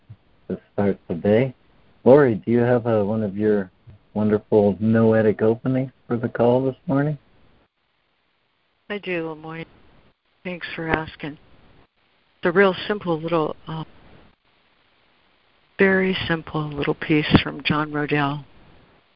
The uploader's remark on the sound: ACIM Daily Conference Call.